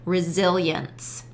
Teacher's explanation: kind of this invisible Y in there, resilience.